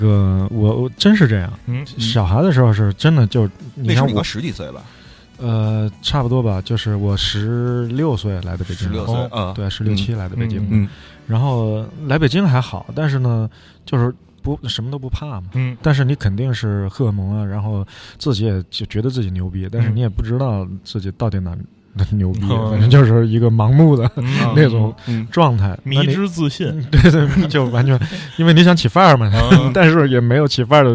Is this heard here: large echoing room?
no